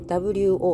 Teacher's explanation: 第3声低く沈む音